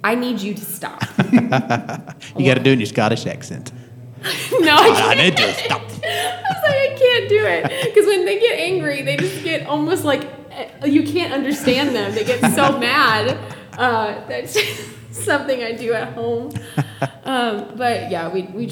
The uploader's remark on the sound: live from the Oakhouse in Canton Ga